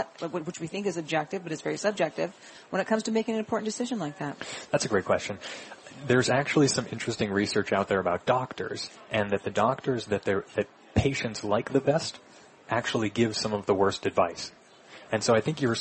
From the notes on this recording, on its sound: Live from Smith & Wollensky in Boston.